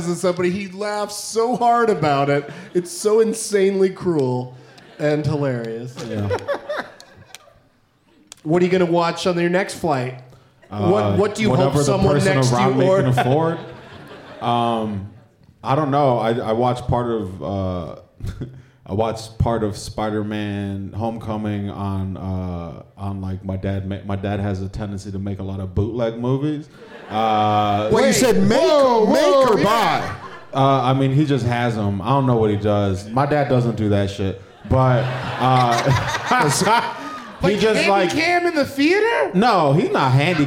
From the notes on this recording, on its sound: Live from Hilarities in Cleveland